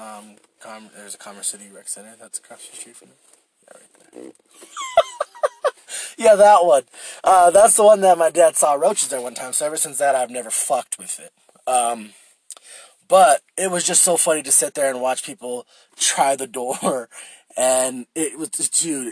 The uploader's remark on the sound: I record in my shitty Lexus